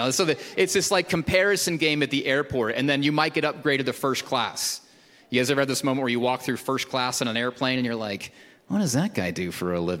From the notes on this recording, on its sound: Recorded at Hope Church in Springfield, MO.